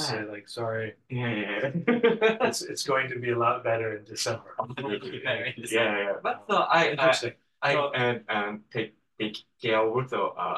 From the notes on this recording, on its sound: Apologies for the sound. It appears the microphone was not turned on.